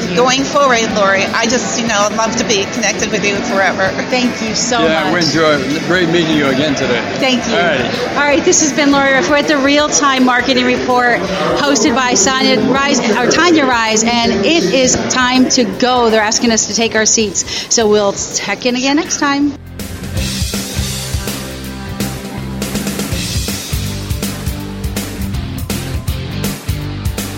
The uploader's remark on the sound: on location at Real Time Marketing Labs 2013